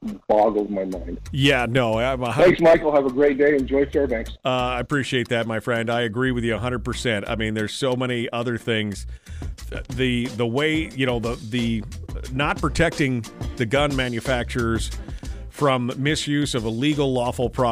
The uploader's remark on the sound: open up the phone lines for Q&A